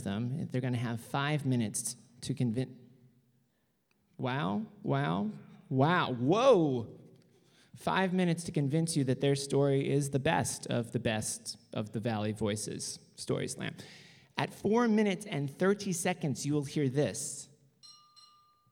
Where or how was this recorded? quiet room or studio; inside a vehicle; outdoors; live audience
live audience